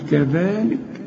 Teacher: طلع لسانك في الذال وبعد الذال في ألف كاملة